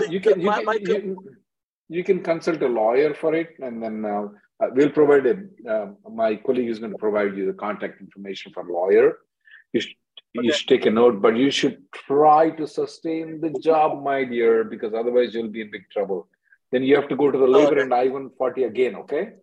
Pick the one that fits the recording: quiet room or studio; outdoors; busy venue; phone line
phone line